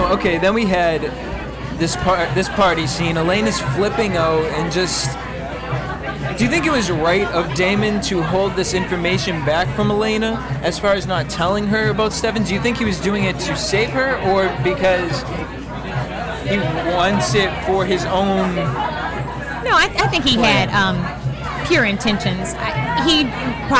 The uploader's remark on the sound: broadcast live from the Kari Feinstein Emmy’s Style Lounge gifting suite from the world famous Mondrian Hotel on Sunset Blvd in Los Angeles